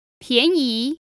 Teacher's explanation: 便宜, which is two second tones